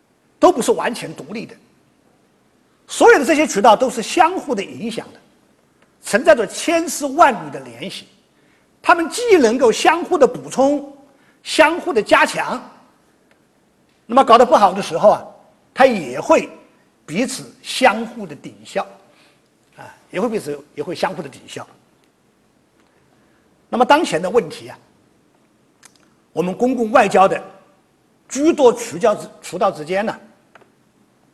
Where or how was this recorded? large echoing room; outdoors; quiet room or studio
large echoing room